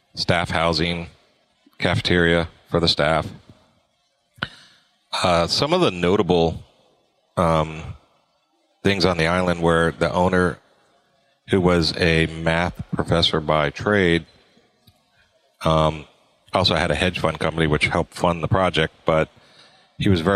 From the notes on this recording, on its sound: At Synkd Live